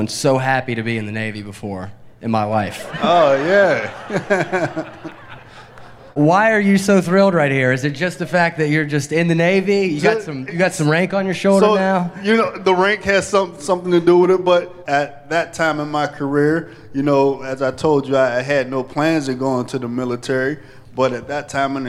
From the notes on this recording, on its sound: VBC at Night | Heinz Field. VBC presents an evening of live veterans storytelling at Heinz Field, Pittsburgh, Pennsylvania.